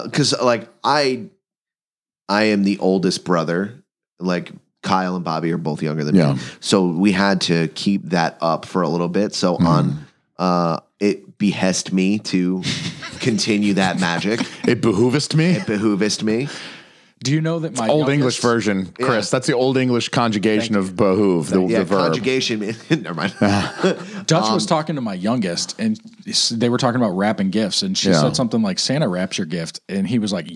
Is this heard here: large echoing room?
no